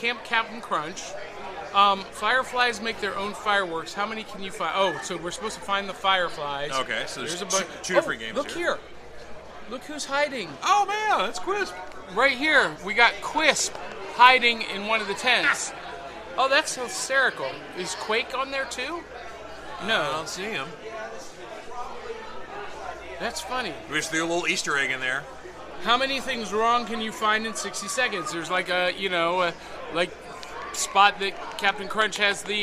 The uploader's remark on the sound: Live From The National Corvette Museum Comic & Toy Show!